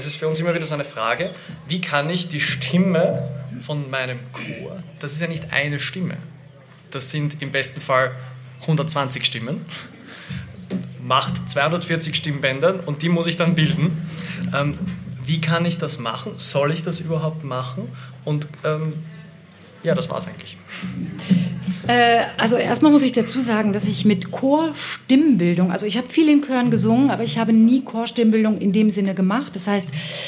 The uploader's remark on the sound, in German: Live vom Vokalfestival Totzenbach